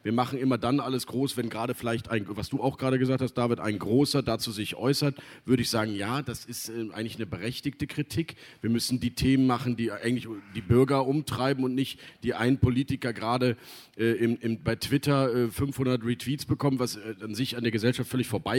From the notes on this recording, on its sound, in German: im RP-Zelt beim Campfire-Festival in Düsseldorf